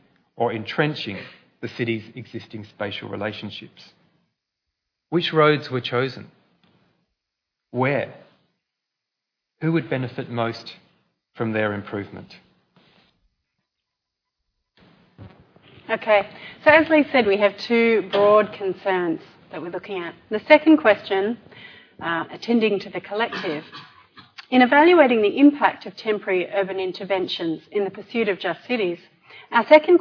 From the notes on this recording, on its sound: A Festival of Urbanism event for Sydney Ideas held on 8 August 2017